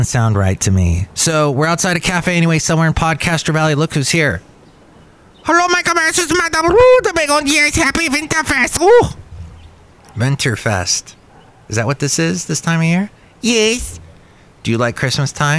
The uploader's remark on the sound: podcasts live from Cafe Anyway